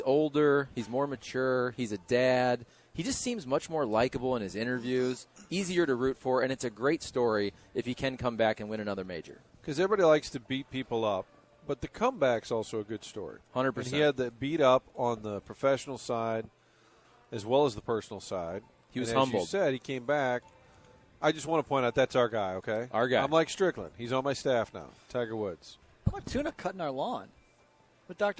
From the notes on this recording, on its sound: broadcasting live from Schnucks in Arnold